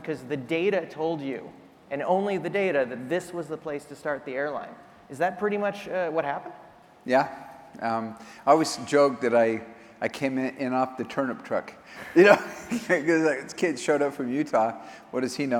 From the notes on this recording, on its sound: At the Skift Global Forum in New York this week. On stage.